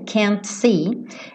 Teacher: Porque vocês já devem saber, ou se não sabem, saberão agora, que esse T do can't muitas vezes não é pronunciado. Então ele poderia tranquilamente ligar can't see, ligar o T no S · esse T do can't muitas vezes não é pronunciado. Então ele poderia tranquilamente ligar can't see, ligar o T no S, can't see, e aí você não, não ouviria.